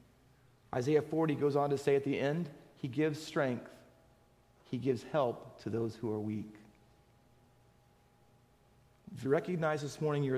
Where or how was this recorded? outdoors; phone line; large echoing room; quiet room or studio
large echoing room